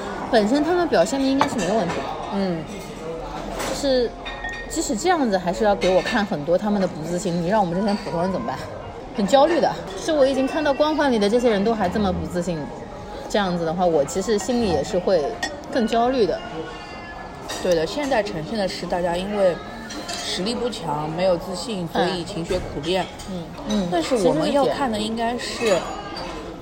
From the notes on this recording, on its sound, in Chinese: 每次录制基本都是在餐厅吃饭，没有条件升级录音设备。映彩餐厅。